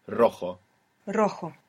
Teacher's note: we have the initial R, so if you can do it, it will be the rolling R.